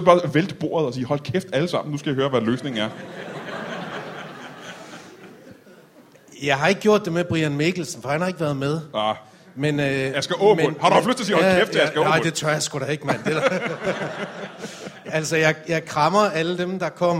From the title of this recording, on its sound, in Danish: LIVE fra Comedy Zoo København